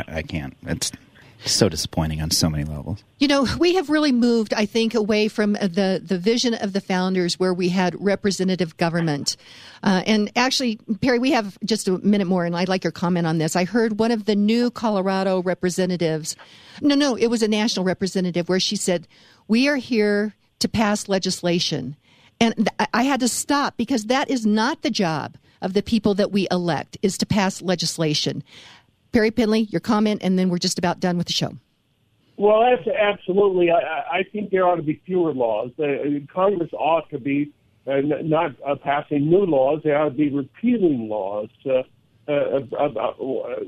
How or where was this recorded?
phone line